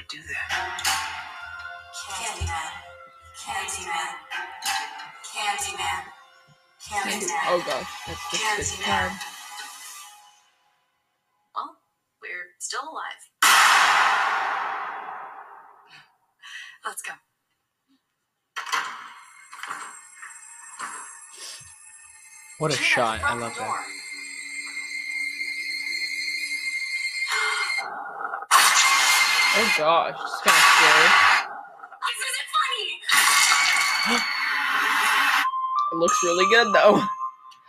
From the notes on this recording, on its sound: There were some technical difficulties.